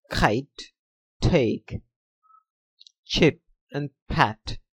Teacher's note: with a greater than usual puff of breath after the first consonant